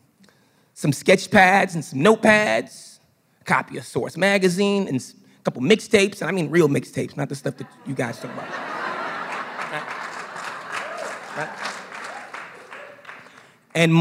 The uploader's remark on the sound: Got on stage and told a story for The Story Collider, a podcast and live storytelling show. Recorded by The Story Collider as part of the 2019 Evolution Meeting in Providence, Rhode Island.